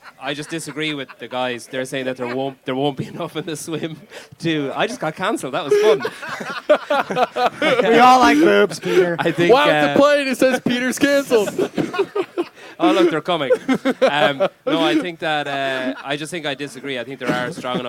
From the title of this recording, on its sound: TYR Wodaplooza Gameday // Friday // Shut Up & Scribble LIVE From MIAMI